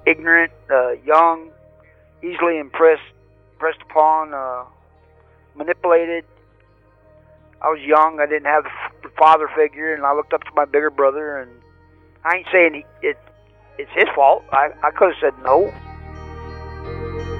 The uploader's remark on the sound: Telephone interview. From federal prison.